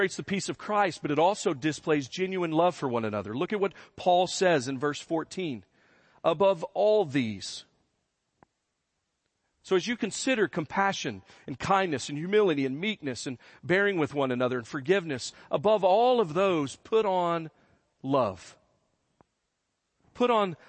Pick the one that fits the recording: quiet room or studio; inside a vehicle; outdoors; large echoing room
large echoing room